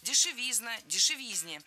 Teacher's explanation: В этом слове, опять же, ударным должен быть суффикс «изн». · Term: ударение